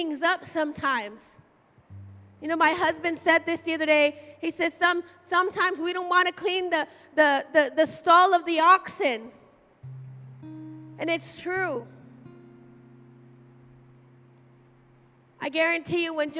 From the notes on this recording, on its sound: Live at Emerging Streams Apostolic Center in Stryker, Ohio